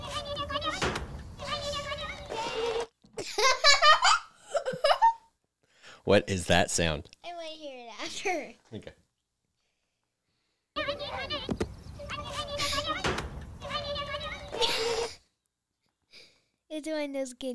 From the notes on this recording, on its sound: This episode comes with a misophonia warning, we recorded during our dinner.